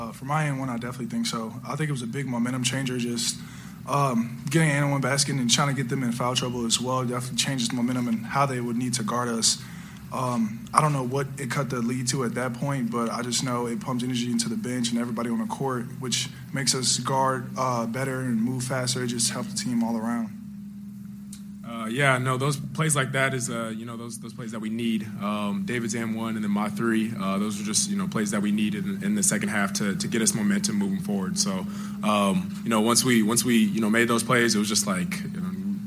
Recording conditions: busy venue